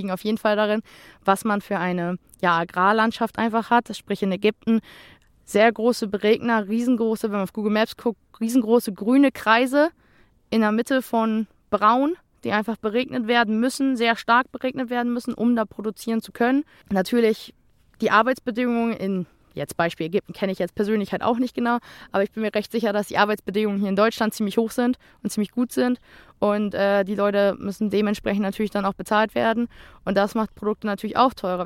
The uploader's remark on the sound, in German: hat sich das Aufnahmegerät geschnappt und war einen Nachmittag bei der Kartoffelernte